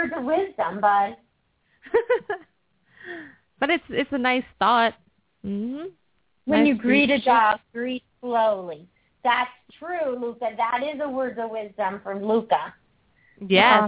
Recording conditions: phone line